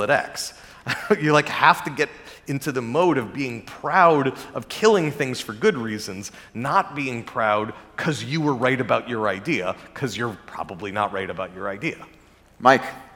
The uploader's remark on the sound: recorded during the 2022 Abundance360 summit